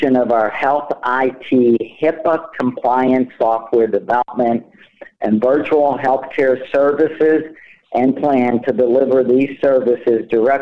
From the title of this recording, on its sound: Progressive Care Shareholder Conference Call May 2021